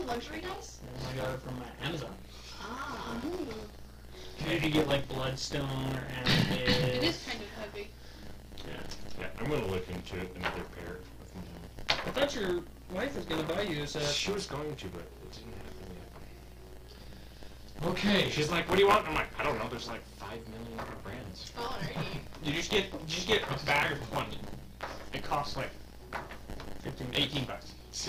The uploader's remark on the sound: Sorry for all the static.